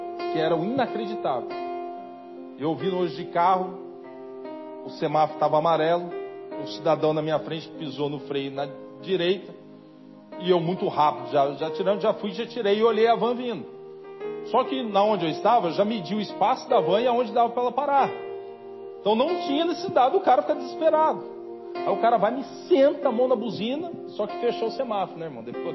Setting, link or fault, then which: setting, large echoing room